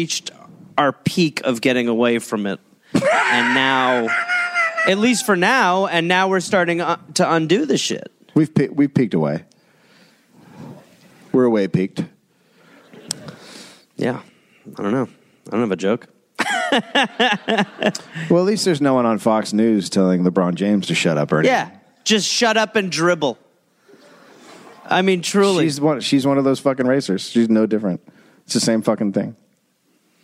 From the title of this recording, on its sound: Live in Indianapolis